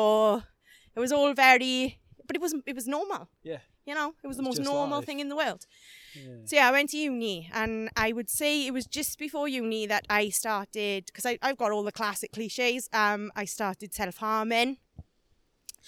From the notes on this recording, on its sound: We recorded this in person whilst walking around the forestry at Pembrey Country Park and it was an incredible experience!